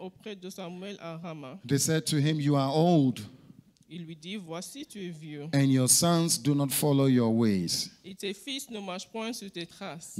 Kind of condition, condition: setting, large echoing room